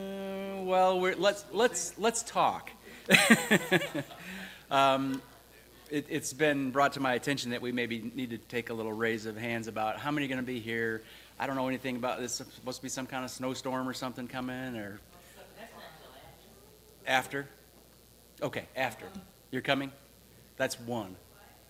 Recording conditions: large echoing room